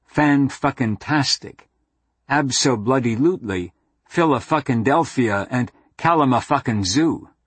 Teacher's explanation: they are placed inside a single word, always in front of a stressed foot